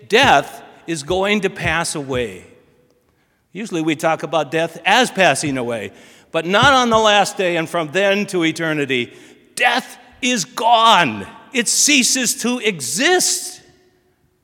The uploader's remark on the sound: Sermon from BLC Chapel